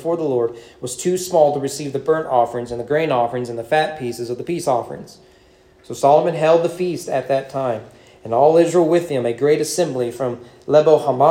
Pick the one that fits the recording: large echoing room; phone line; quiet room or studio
large echoing room